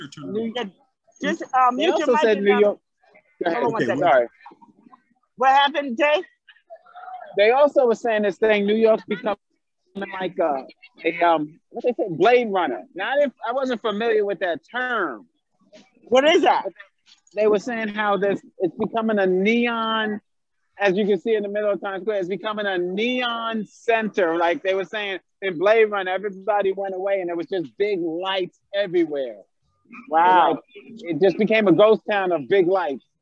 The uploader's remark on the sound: decided to take the show to the streets of New York City and were live in Times Square